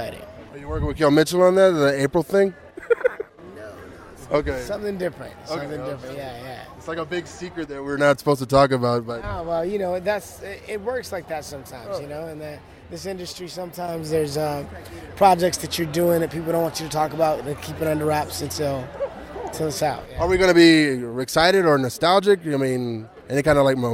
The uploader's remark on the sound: here are some interviews and a panel from Premium Basin Comic Con X this year